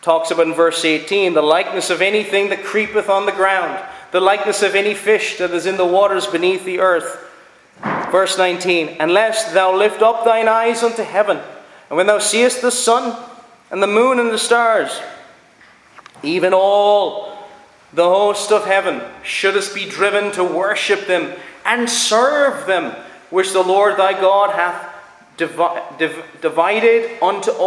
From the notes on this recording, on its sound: Preached at Ballyclare - Doagh Free Church -Continuing.